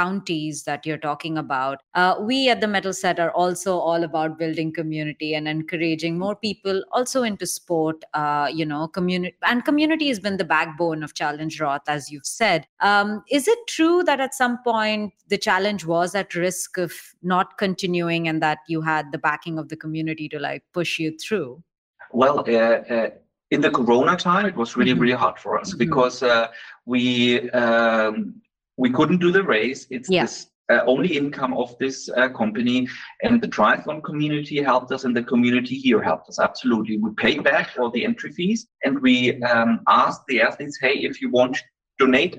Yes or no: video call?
yes